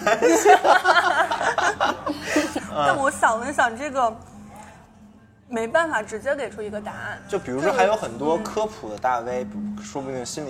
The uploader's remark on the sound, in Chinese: 是我和两个朋友一起在咖啡馆聊天的部分录音剪辑。